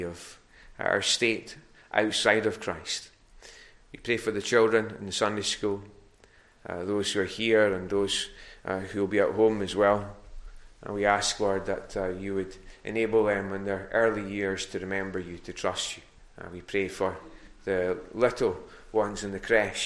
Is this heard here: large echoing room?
yes